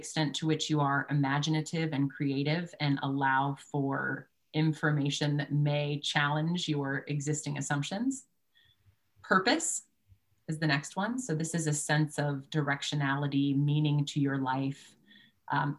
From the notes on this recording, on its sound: Mindset webinar recording.